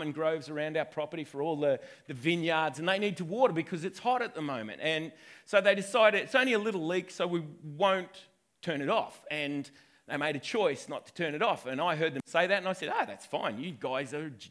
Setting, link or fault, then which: setting, large echoing room